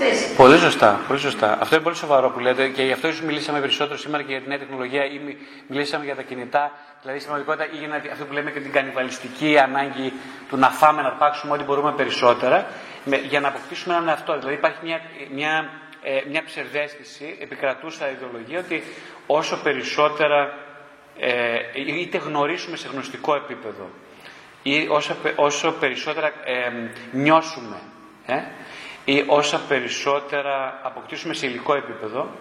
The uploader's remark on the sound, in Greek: Ερωτήσεις και απαντήσεις μετά από ομιλία.